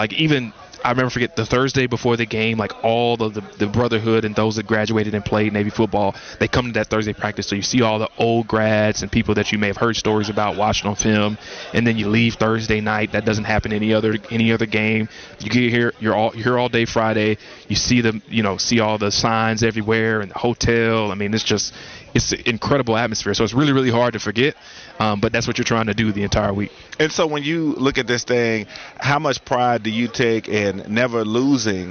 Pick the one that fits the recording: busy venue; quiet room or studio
busy venue